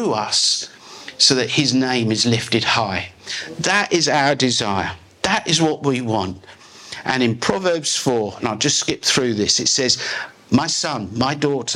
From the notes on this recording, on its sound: This is a live recording taken from a message preached at Glory Time Christian Center.